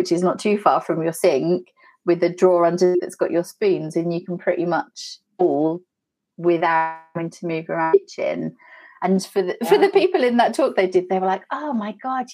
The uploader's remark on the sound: Apologies for the sound on the episode today - we were recording between the UK and UAE and the net cable gods were not kind to us!